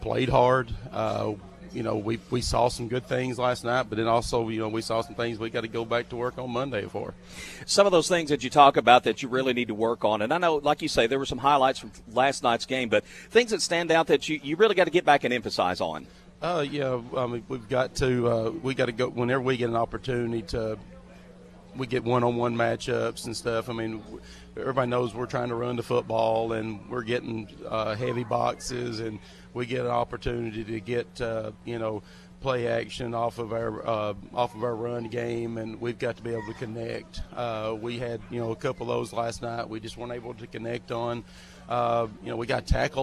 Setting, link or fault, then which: setting, busy venue